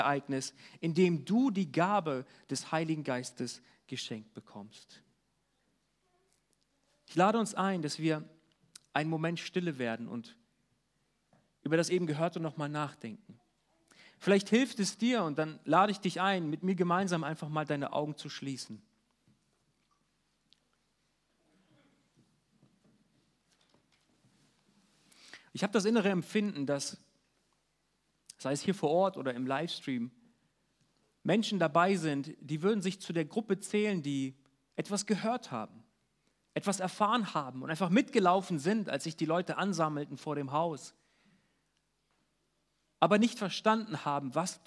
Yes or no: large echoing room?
yes